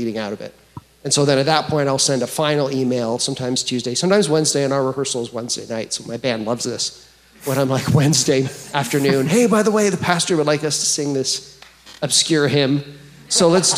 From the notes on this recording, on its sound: take questions at the Behold Him Worship Conference that was held on October 21st, 2023